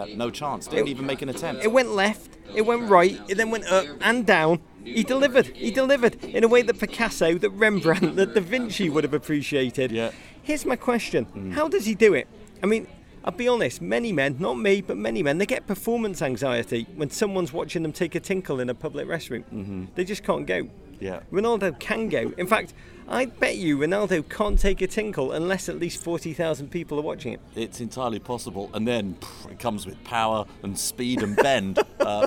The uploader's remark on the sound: Live in the Minneapolis Airport. Emergency live pod from Minneapolis Airport.